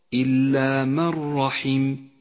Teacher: النون الساكنة جاء بعدها حرف الراء، تسقط النون من اللفظ بشكل كامل، ولذلك ميزت باللون الرمادي إشارة إلى أنها لا تلفظ، وتشدد الراء التي بعدها. · Term: الإدغام بلا غنة